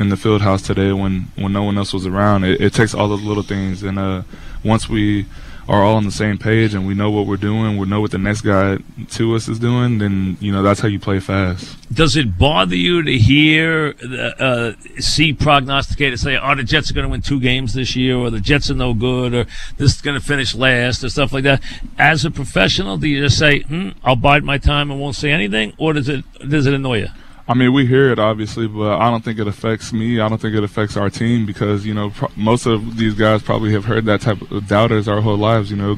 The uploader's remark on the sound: live at Jets camp.